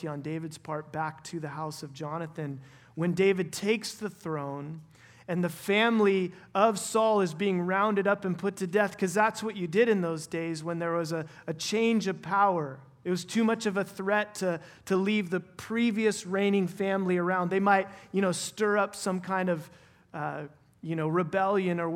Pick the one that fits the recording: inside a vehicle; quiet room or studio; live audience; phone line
live audience